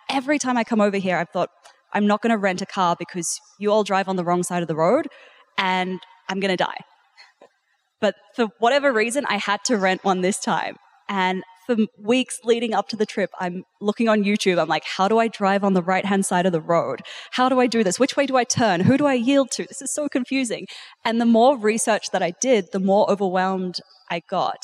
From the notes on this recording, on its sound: Live conversation at Podcast Movement.